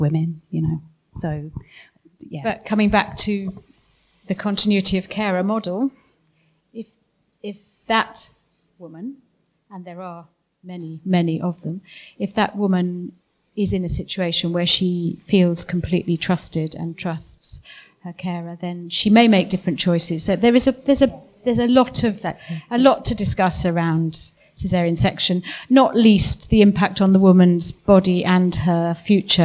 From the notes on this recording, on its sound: A live episode recorded at effraspace